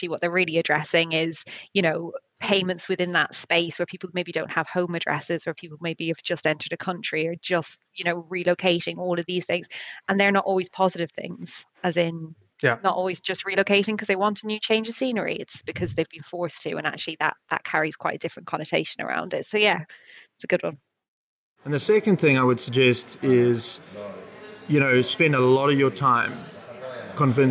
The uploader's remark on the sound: During two days of workshops, fireside chats and talks, we grabbed 14 leaders and founders to share their views on the sector, and tell us why they were there. The selection from the conference floor.